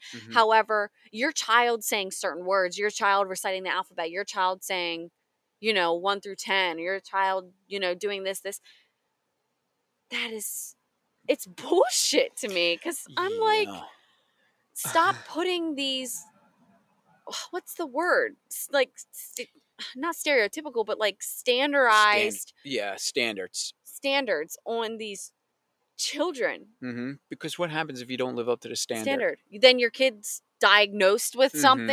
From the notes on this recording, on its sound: We recorded this episode poolside in our backyard under the stars, so you can also enjoy the sounds of nature and our relaxed vibe.